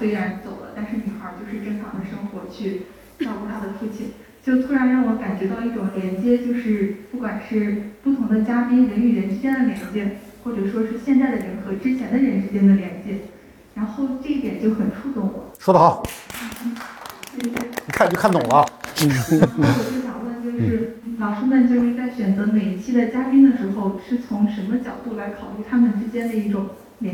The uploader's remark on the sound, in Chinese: 在《何不秉烛游》的线下放映互动活动中